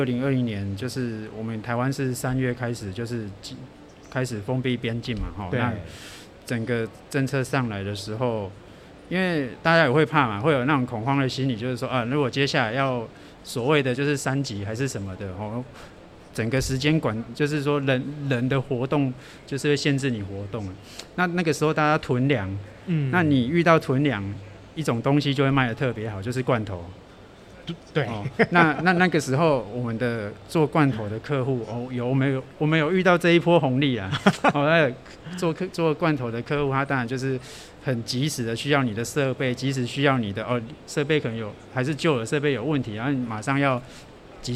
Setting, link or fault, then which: setting, busy venue